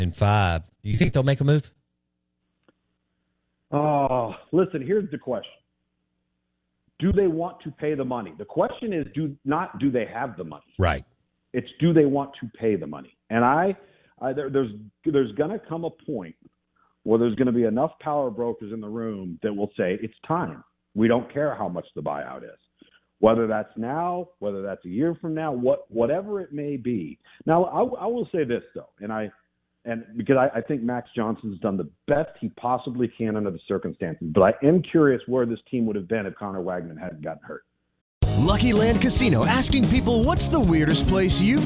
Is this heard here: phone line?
yes